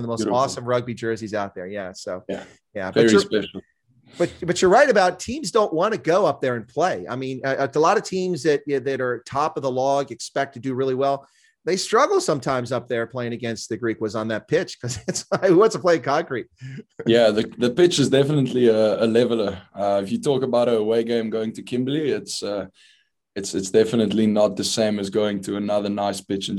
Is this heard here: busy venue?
no